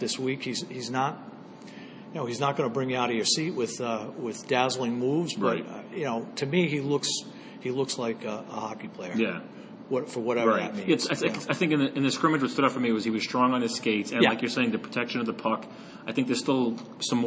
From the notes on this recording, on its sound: record from the Bruins practice rink at Warrior Ice in Brighton